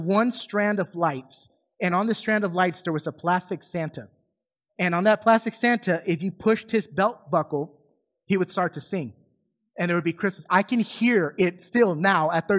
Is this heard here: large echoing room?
yes